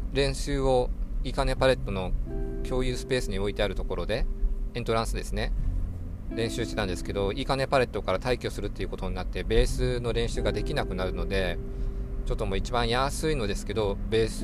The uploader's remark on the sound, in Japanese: 運転中に眠気が・・・ 何か喋ろうと思い収録しました。ドライブに付き合って。運転中に眠気が・・・ 何か喋ろうと思い収録しました。